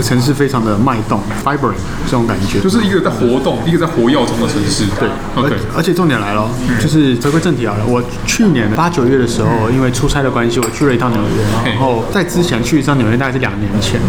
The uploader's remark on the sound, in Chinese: 本集白噪音指數：北風級 4/5。當各自杯中的肉桂咖啡及西西里咖啡越變越少、周遭賓客的嗓門越來越大聲、壓縮咖啡機的聲音也越來越猖狂之際。錄音地點： Maven Coworking Cafe。